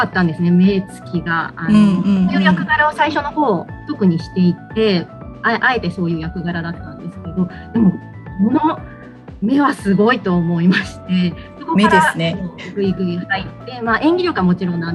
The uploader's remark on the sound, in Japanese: ファンのリスナーさんたちとzoomで座談会をしました